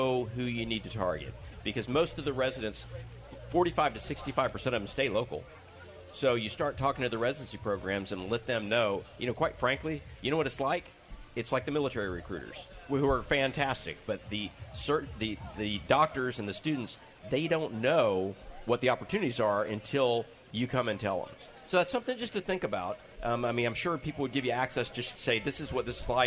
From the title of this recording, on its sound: Live from the Florida Health Care Association Convention